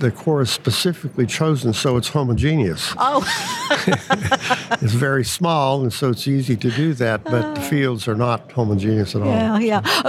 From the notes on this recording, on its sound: Recorded live at the SPE ATCE, San Antonio, TX.